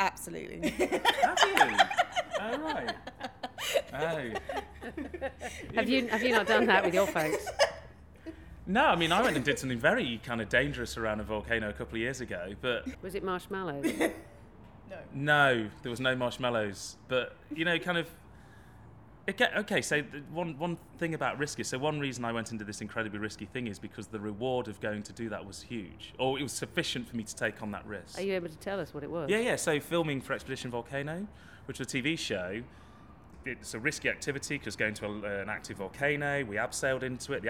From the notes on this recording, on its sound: meets three vulcanologists at Cheltenham Science Festival